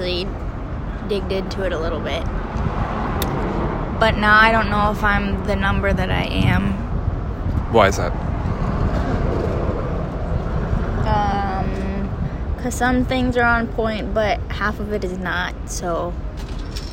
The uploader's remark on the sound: This time sitting outside of The Crepe Company in downtown Flint.